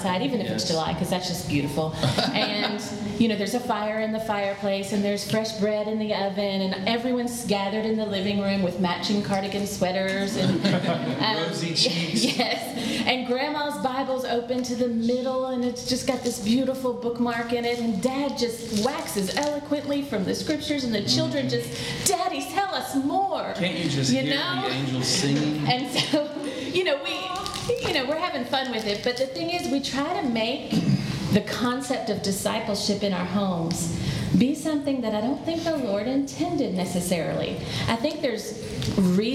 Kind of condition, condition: setting, busy venue